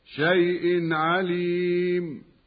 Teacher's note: الياء من شيء تسمى حرف لين لا مد فيه وصلا